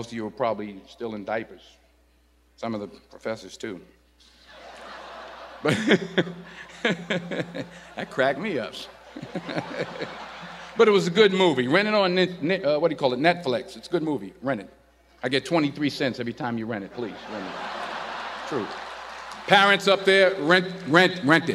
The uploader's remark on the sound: In this commencement address